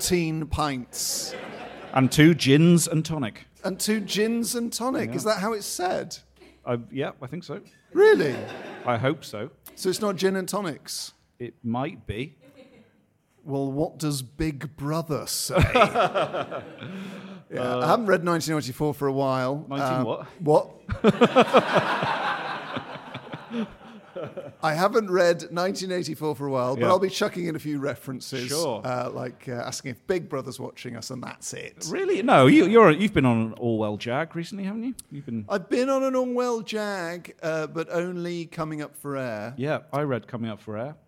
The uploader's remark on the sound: To record a special LIVE episode as part of the Orwell Festival. Live from The Marquis Cornwallis in Central London (just round the corner from a blue plaque celebrating Orwell).